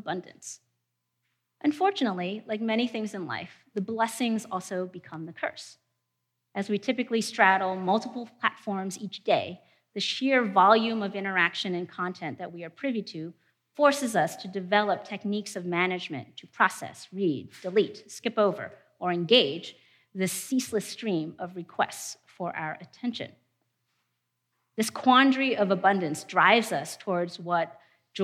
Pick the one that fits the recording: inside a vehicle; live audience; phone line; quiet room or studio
live audience